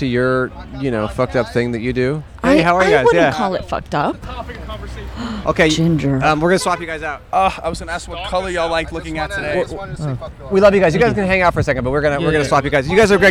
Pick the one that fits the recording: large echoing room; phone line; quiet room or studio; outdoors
outdoors